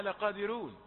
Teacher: البعض قرأها لقادرون، هذا ترقيق الراء لورش